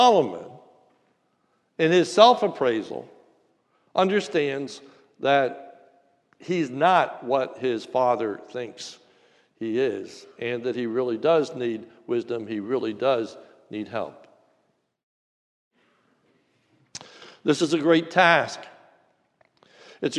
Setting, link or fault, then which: setting, large echoing room